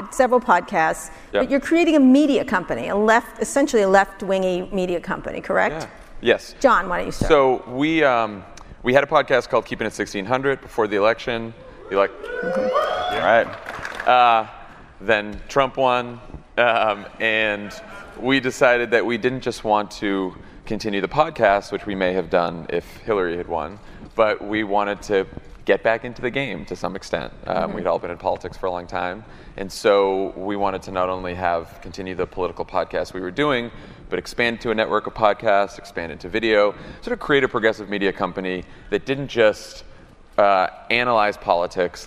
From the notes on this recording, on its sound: Live at SXSW. In a live interview at South by Southwest 2017.